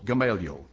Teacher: The accent in my Bible is on the second syllable